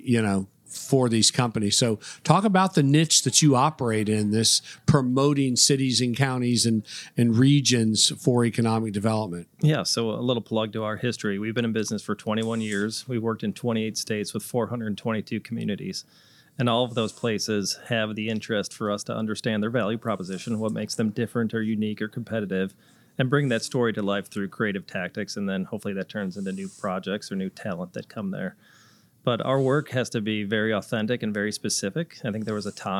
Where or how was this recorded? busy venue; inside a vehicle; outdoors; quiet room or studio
busy venue